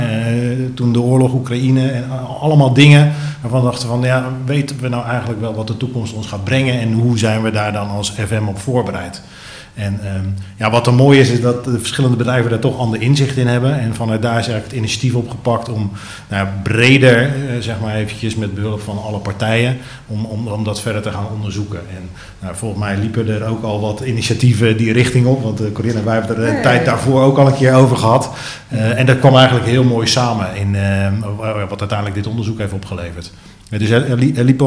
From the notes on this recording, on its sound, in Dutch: welke tijdens World Workplace Europe is opgenomen